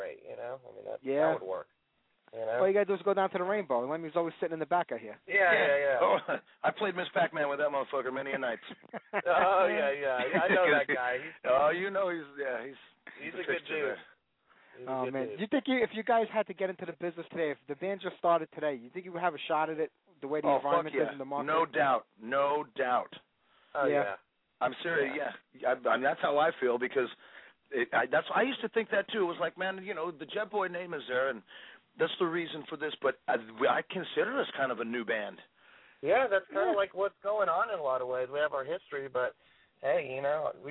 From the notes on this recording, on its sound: Call In Live Tonight.